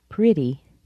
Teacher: notice that T in pretty is softened to a D.